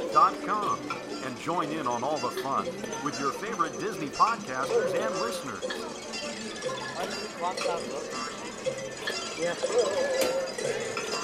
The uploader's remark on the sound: Live from Disneyland.